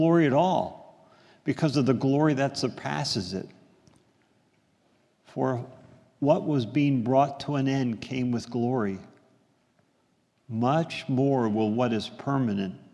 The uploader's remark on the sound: This is a sermon recorded at the Lebanon Bible Fellowship Church in Lebanon, PA during the morning worship service